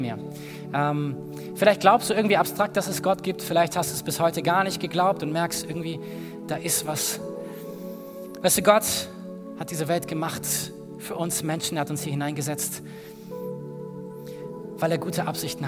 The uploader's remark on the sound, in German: aus unserem Gottesdienst am 20.